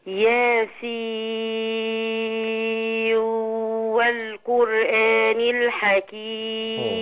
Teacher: بس خلي بالك ان سين عايزها 6 حركات